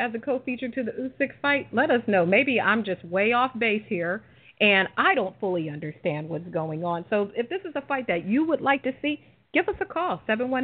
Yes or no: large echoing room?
no